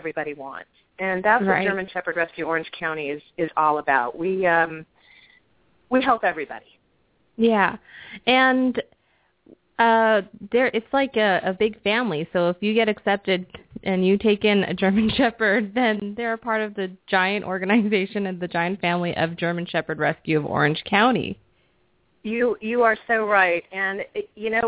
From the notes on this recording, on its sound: open up the lines for listeners to call